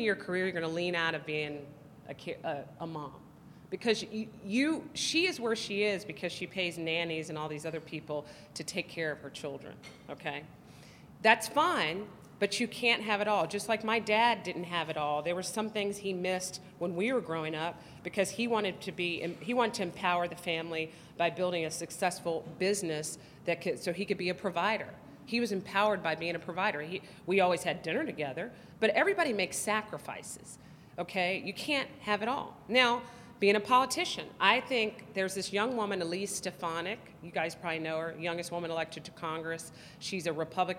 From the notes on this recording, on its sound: Her presentation, which was joined in progress, was recorded at the Institute's Texas Women's Summit in Fort Worth on October 23, 2015.